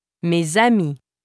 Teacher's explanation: At the end of a word, S is often pronounced z when there is a liaison before a word beginning with a vowel.